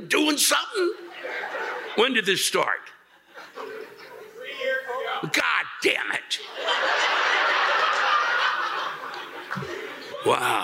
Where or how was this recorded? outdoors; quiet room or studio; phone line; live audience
live audience